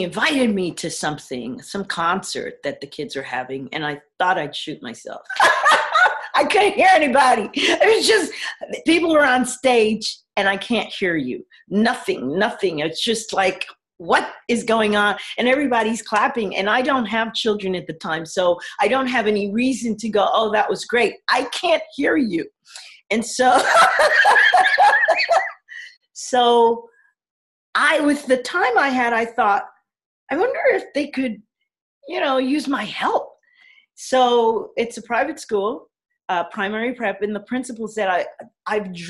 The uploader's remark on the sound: via Zoom